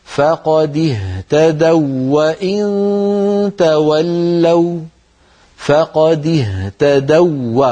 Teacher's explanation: لو وصلنا كلمة اهتدوا ب وإن تولوا يلتقي واوان، والواو الأولى ليست مادية، لذلك لا بد من الإدغام هكذا فقد اهتدوا، وإن تولوا فقد اهتدوا، فندغم الواو في الواو لأن الواو الأولى ليست مادية، لو كانت مادية فلا إدغام.